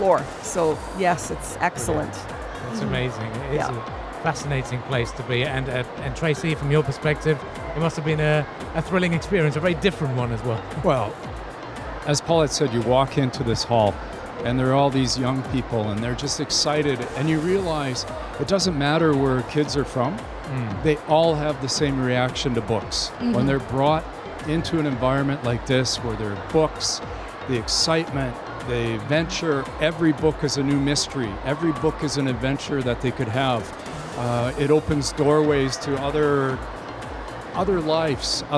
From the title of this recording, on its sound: Live at SIBF 2023